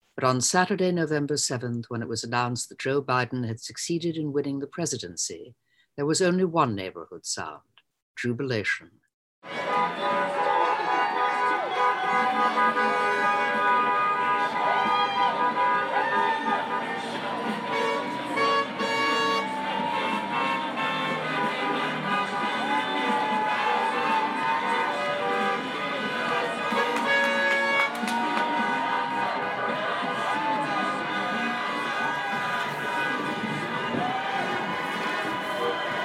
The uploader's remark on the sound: Close to a foot of snow dropped on parts of the five boroughs and transformed the city into a winter wonderland. We play some of the sounds of its aftermath in Long Island City, Queens.